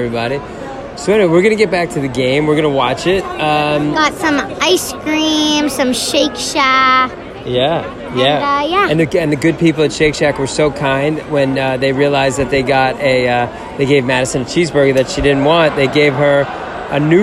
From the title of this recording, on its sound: Live at Citifield!